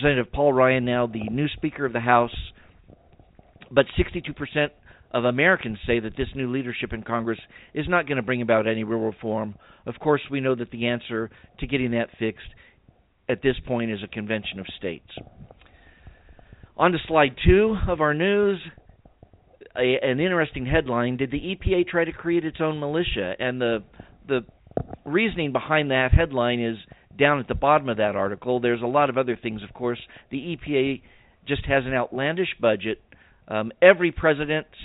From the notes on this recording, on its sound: We'll allow time for your phone calls.